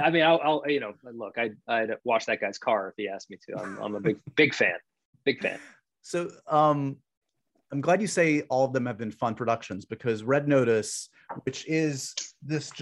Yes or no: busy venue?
no